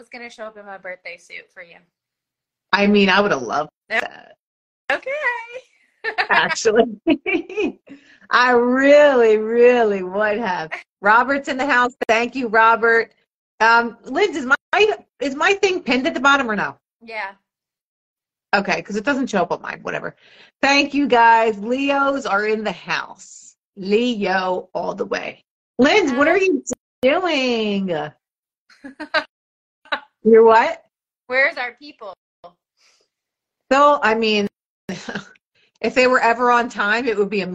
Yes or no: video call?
yes